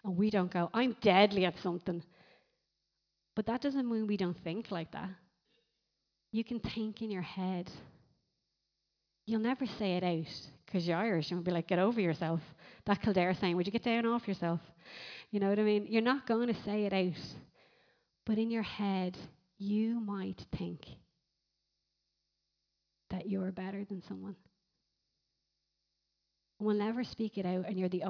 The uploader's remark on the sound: Recorded live at Liberty Church on 31st March 2019